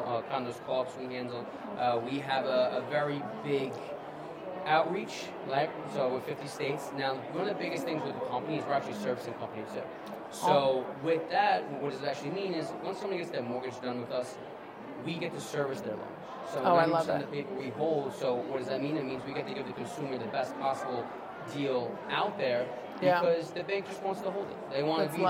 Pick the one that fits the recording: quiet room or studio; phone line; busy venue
busy venue